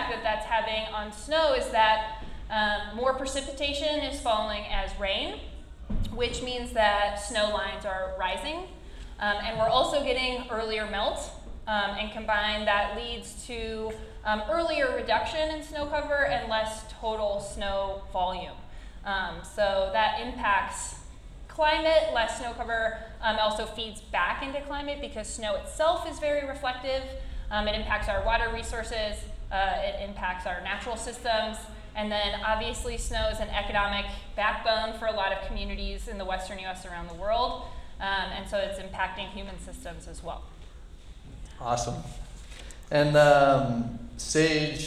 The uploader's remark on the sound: Live Recording of the Climate Change Panel Discussion in collaboration with Protect our Winters from the Vamoose Rendezvous Festival at the Kiln Theater.